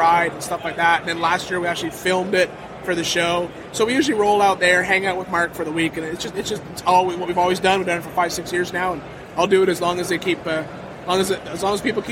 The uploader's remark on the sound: recorded a short conversation with various off road leaders during Off Road Expo 2015